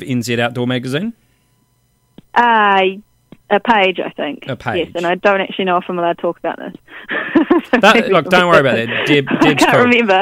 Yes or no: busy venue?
no